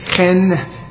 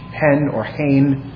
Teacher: it's chen with a guttural H sound. It's C-H-E-N with a guttural H, hen or hain.